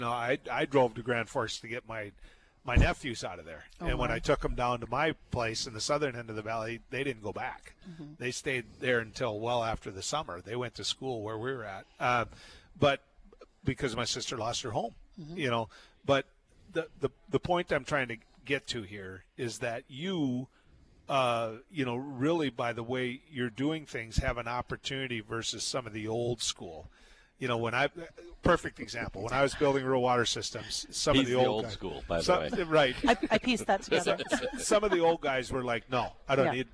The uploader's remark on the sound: Broadcasting live from the 41st Annual Red River Basin Land & Water International Summit Conference with the Red River Basin Commission.